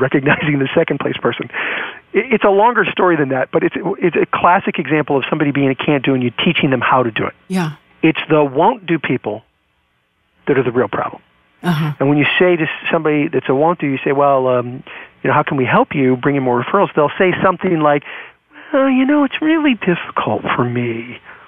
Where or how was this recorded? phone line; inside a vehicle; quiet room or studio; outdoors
phone line